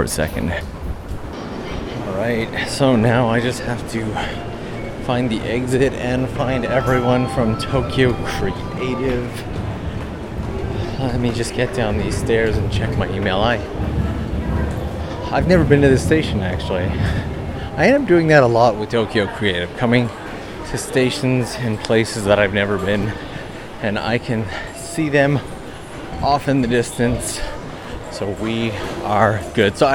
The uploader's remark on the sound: The goal was simple, to record a nice day out in Tokyo with a good friend.